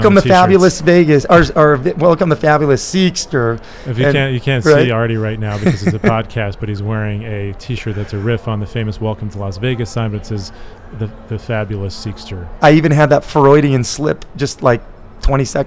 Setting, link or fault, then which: setting, busy venue